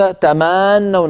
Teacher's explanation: طولت الفتحة فتولد منها ألف لفظية، كل هذا لا يجوز.